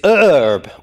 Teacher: The standard North American form is herb without the H and with the R pronounced as well.